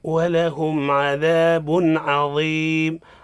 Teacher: يعني أظهرنا التنوين عند حرف الحلق · Term: الإظهار